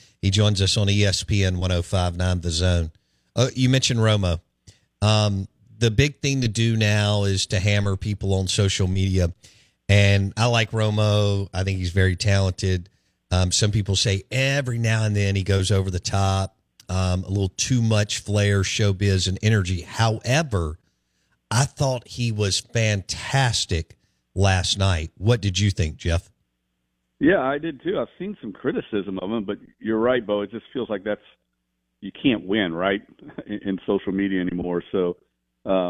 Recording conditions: phone line